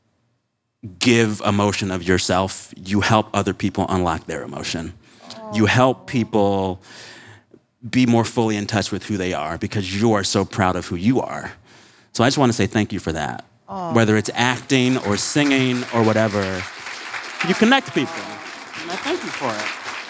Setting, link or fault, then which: setting, live audience